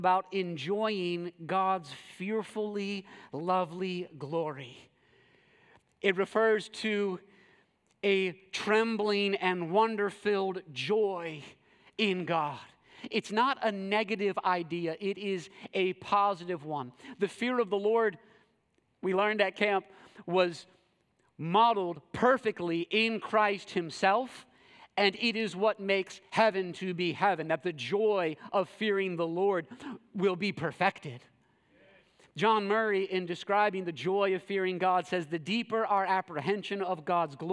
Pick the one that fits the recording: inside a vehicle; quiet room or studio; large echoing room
large echoing room